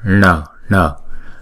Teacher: Chữ N thì chúng ta sẽ cong lưỡi lại và chúng ta búng ra